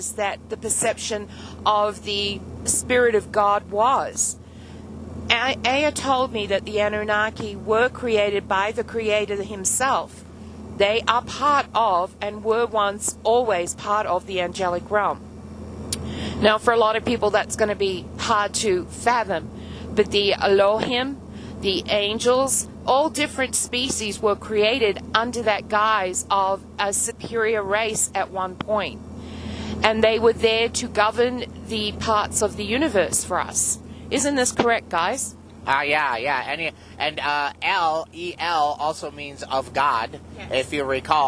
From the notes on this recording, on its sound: Car Conversations. Today we had another conversation with our spirit family in the car.